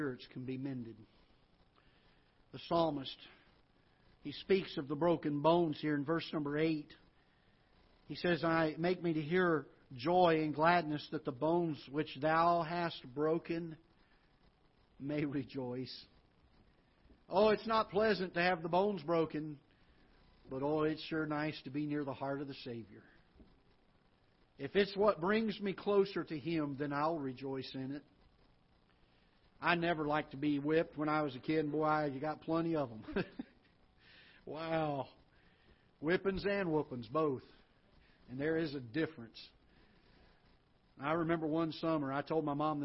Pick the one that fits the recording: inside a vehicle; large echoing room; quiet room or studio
large echoing room